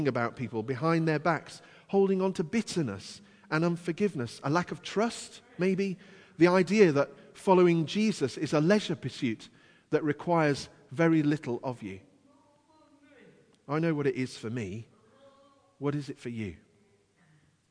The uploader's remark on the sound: Christ Church, Bayston Hill (UK)